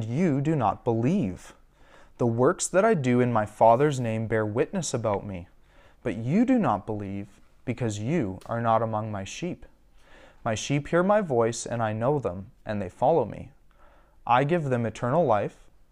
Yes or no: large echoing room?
yes